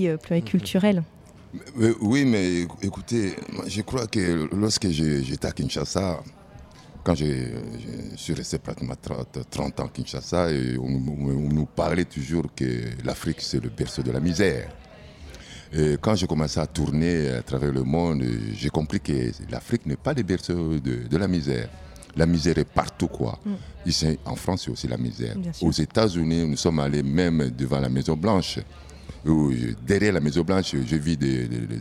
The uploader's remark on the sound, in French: Retrouvez ici les interviews réalisées sur notre plateau depuis le festival Terres du Son. Scène de l'écovillage.